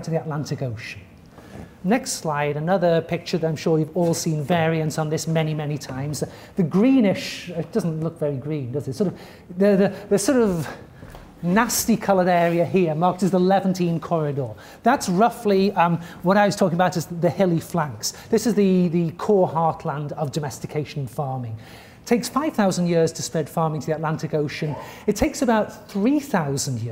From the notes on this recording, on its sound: At the Oriental Institute. This audio recording was originally presented as an illustrated lecture.